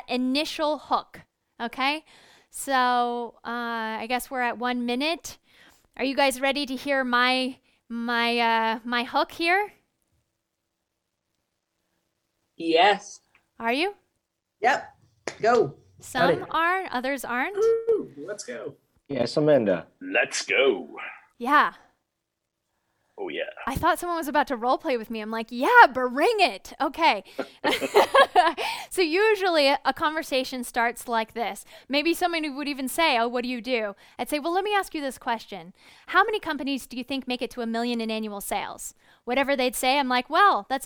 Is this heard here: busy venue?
no